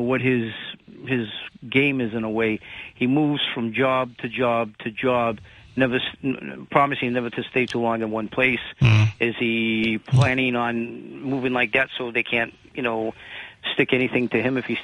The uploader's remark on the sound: takes calls and app chat messages from the audience